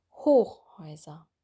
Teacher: das Wort Hochhäuser würden wir auch vorne betonen